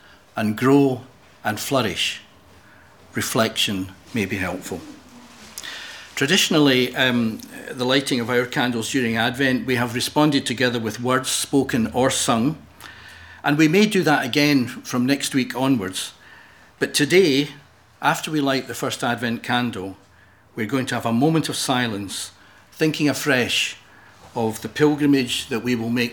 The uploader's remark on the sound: Audio podcast of morning service